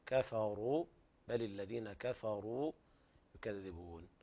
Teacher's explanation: انتبه إلى تفخيم الراء يعني قليلا